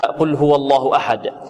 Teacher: القاف نعم مفخمة من حروف الاستعلاء، واللام بعدها نعم مرققة، والهاء نعم مرققة كذلك، والواو مرققة، واللام في لفظ الجلالة نعم مفخمة.